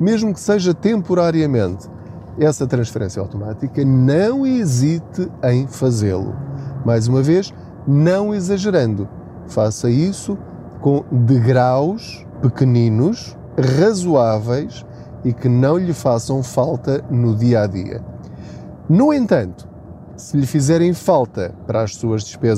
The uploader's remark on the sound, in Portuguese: Não ligue aos barulhos da viagem.